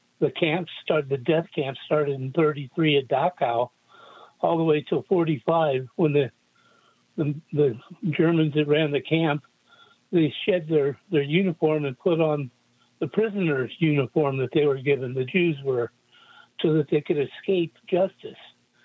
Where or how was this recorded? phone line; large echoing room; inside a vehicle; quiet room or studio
phone line